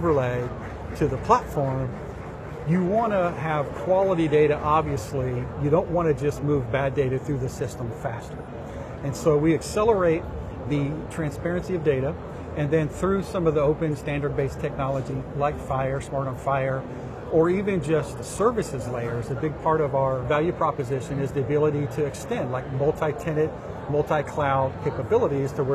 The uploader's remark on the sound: an Interview in Action live from ViVe 2023